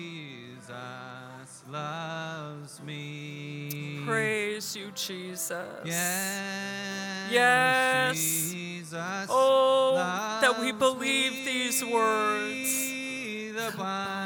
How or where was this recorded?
large echoing room